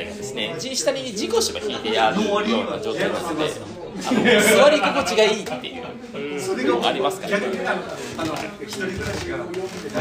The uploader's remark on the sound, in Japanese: 雑音多め。忘年会会場での録音のため雑音が多めです。ホストの2人は若干酔っ払いながら話してます。